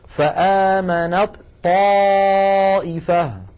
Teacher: وهي من مخرج الطاء، فإذا وصلنا كلمة آمنت مع كلمة طائفة نحول التاء إلى طاء ثم ندغم الطاء الأولى في الثانية ويصير النطق هكذا، فآمنت طائفة، فآمنت طاء ولا يبقى للتاء أثر.